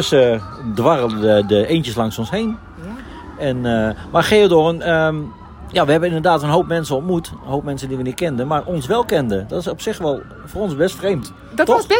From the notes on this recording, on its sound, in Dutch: opgenomen in de Efteling